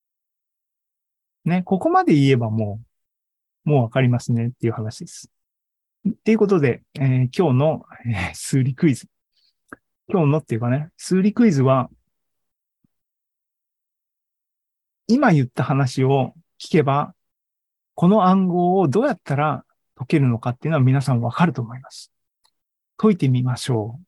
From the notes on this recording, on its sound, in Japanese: ２０２２年１０月２６日に開催した ZOOMライブの模様です